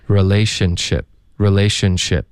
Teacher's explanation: 因为前面的音，你的舌尖得顶上颚，连发到后面的摩擦音呢，就导致一个爆破